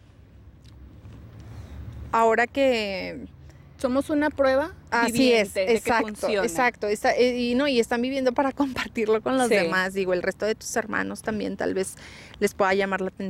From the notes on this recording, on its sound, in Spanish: En este capítulo grabamos al aire libre en medio de una vibra super positiva, después de una práctica de yoga y un baño de gong.